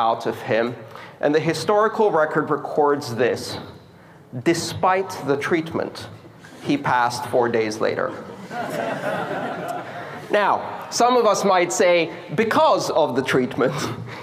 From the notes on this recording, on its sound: This talk took place November 25th 2017 at the Riga Art Space for the Baltic Honeybadger conference in Riga, Latvia.